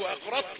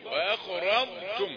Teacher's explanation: ضاد مستطيلة وايه يعني ليس فيها شدة · Shown in: second take